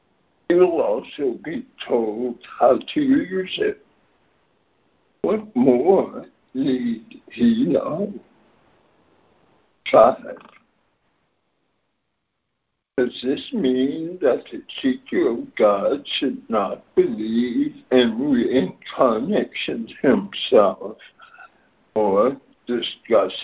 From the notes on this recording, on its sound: ACIM Daily Conference Call.